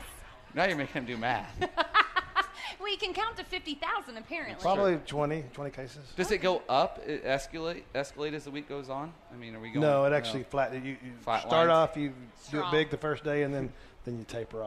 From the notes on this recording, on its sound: Winged Nation presented by Hercules Tire live from The Kings Royal. Live at Eldora Speedway for The King's Royal weekend on a special edition of Winged Nation presented by Hercules Tires!